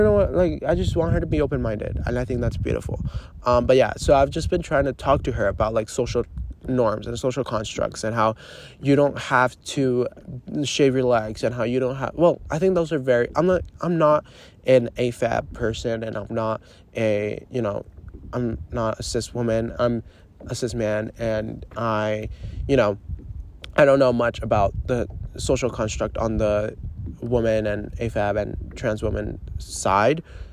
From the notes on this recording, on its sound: literally live from my paddleboard